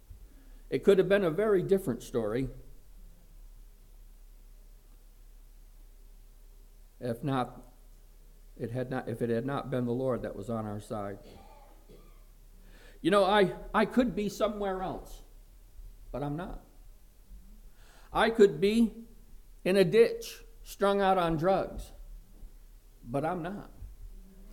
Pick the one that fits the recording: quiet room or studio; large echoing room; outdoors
large echoing room